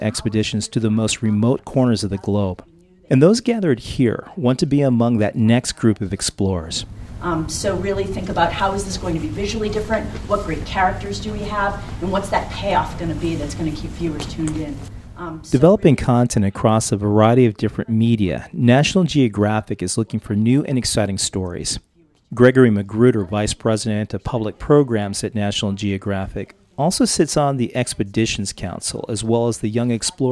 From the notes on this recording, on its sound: During the Banff Mountain Film Festival in a conference room at the Banff Centre in Alberta, Canada aspiring young explorers learn the ropes of turning their dreams of adventure into an assignment for National Geographic.